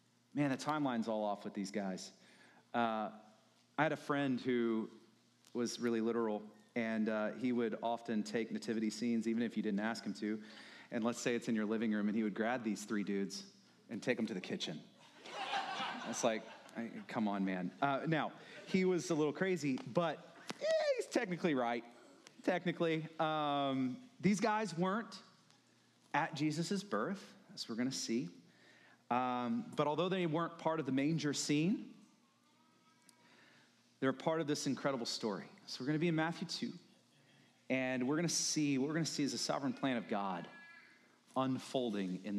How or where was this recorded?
large echoing room